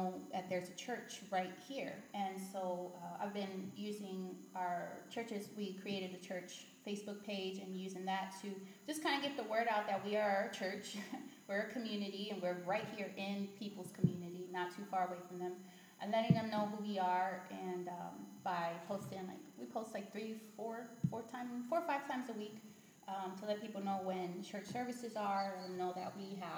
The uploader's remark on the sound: Sorry guys, we had some audio challenges for some reason. Even though the audio is bad.